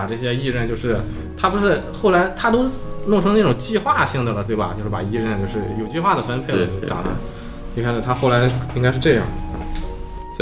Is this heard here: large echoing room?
no